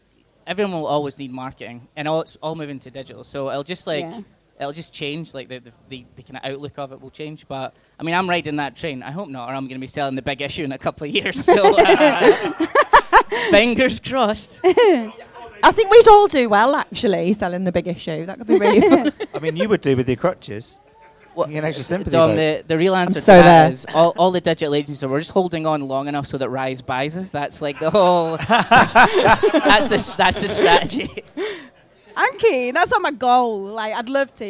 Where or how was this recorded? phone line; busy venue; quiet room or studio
busy venue